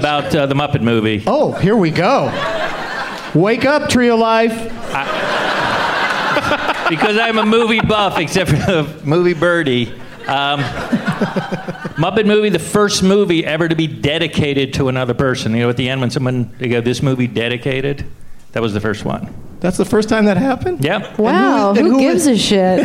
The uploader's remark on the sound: Podcasting live from Bumbershoot.